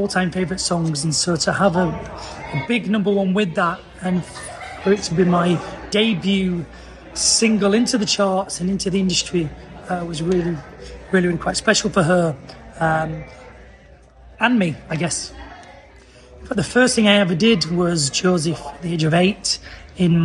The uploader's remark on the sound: Recorded LIVE at the highlight of our year- Chester Pride 2023!